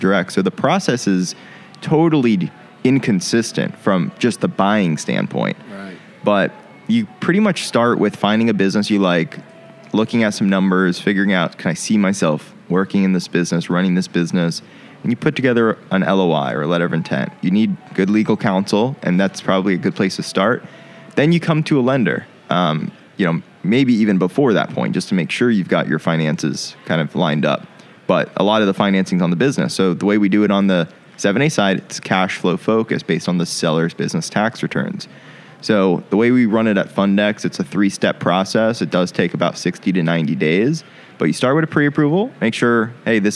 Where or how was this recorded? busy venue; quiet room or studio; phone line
busy venue